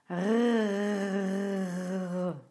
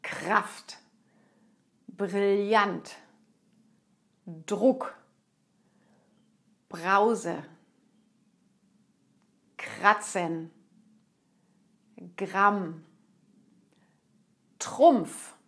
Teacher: und jetzt geht es los mit dem R, das im Hals erzeugt wird. · Term: im Hals erzeugte R